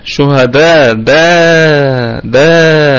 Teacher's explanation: الهمزة والألف أتوا في كلمة واحدة فأصبح عندي مد واجب متصل